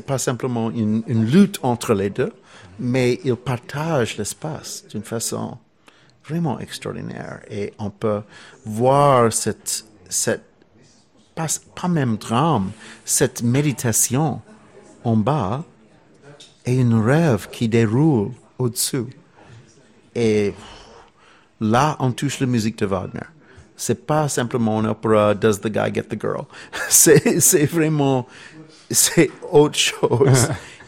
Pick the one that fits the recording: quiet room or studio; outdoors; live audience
live audience